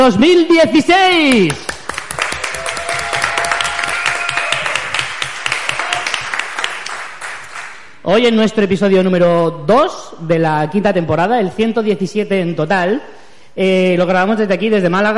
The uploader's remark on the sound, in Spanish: Directo JPOD 2016 Málaga. En directo desde las JPOD 2016 de Málaga.